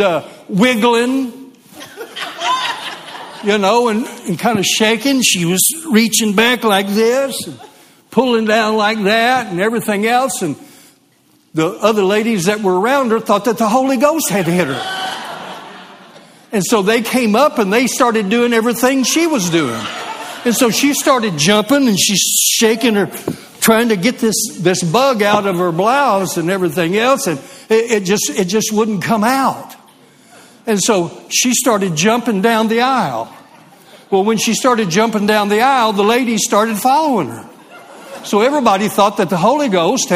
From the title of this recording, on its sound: LIVE Midweek Service